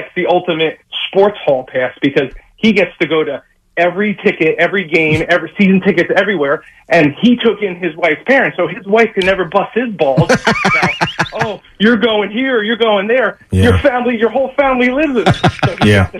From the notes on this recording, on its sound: Called in while traveling in Virginia.